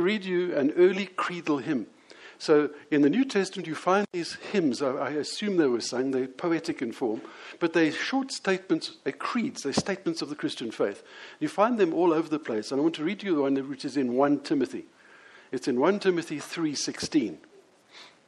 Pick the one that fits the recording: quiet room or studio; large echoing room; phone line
large echoing room